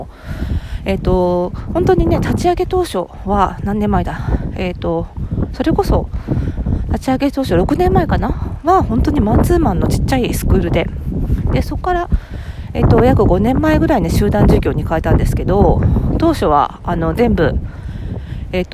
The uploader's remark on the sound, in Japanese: 久々の屋外収録！本日は久々に外で収録してみました。初夏の目黒川沿いを歩きながら。